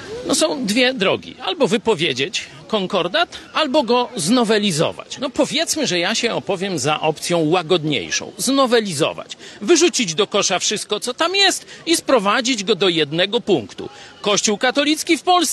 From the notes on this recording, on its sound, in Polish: przeprowadzony na Placu Litewskim w Lublinie